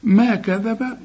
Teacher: ما كذب طلع لسانك في الذال